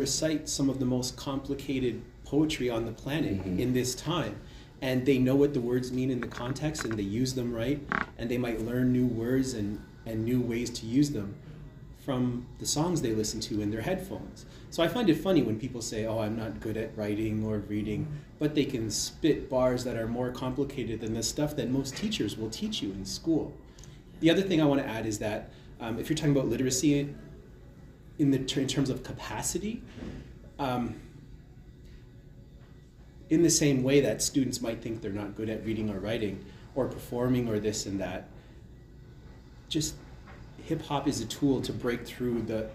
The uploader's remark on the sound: RFTLOI Conference - Toronto 2023. At the Reading For The Love Of It conference in Toronto.